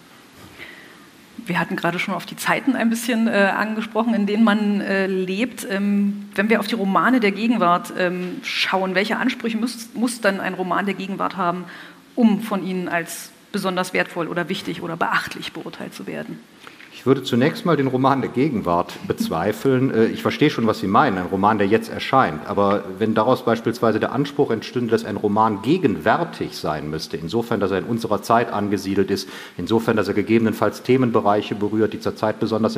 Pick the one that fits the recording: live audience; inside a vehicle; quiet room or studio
live audience